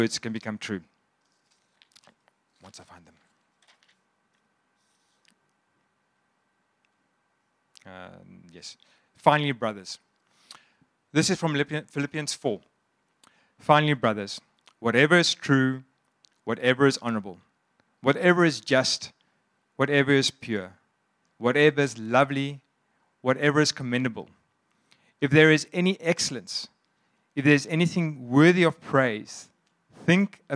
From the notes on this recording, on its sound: Sunday Sermon. At Joshua Generation Church Mossel Bay PM congregation.